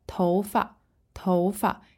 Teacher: In other contexts, you might see it as 发, 发, fourth tone, but 头发, 头发 is kind of a lighter, neutral tone.